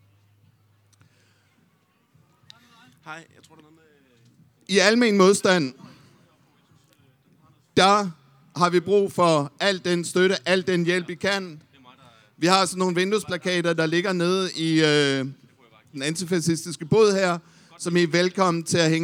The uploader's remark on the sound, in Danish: Live fra Fælledparken